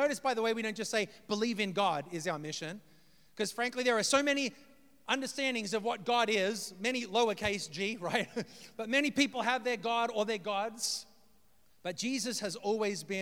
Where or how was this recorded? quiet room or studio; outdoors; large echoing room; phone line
large echoing room